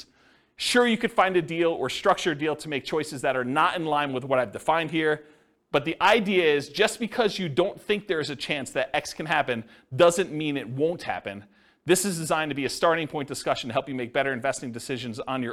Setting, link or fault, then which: setting, live audience